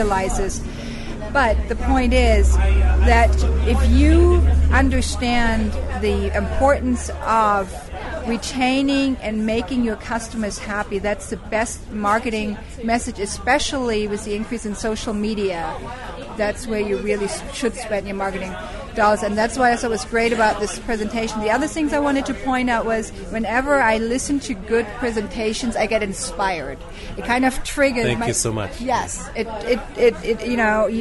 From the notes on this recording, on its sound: Live audio form our geek dinner at Affiliate Summit in Boston Mass